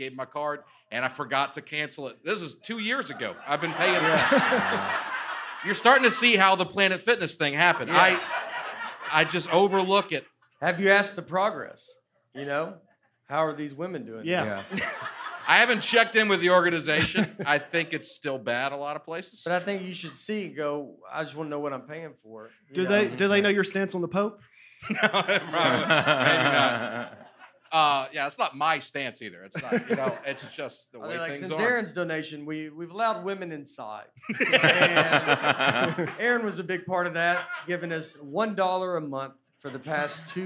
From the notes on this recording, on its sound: LIVE at Zanies. The guys discuss the Earth in front of a live audience at Zanies Comedy Club.